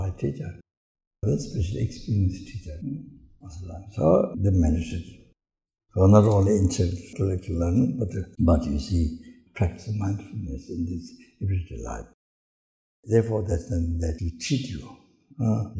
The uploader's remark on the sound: The teaching for this episode was recorded on June 30, 2019, at Ganden Buddhist Centre, Latvia.